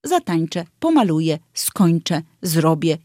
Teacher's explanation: Oczywiście w piśmie to zostaje, ale w wymowie ten ogonek traci. Czyli wymawiamy to ę na końcu wyrazu oczywiście jako e.